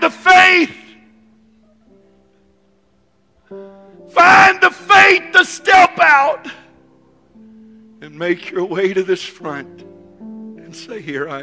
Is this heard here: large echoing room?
yes